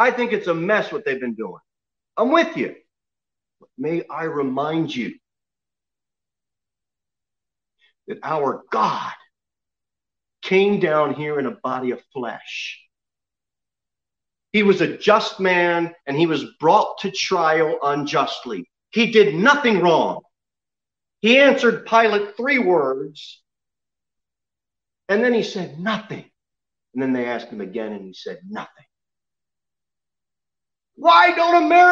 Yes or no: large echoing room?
yes